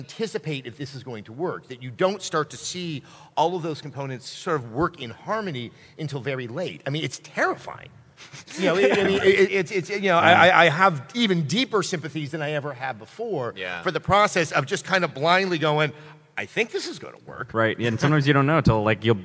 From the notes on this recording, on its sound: LIVE on-stage at PAX South. This is an awesome show recorded in front of a live audience.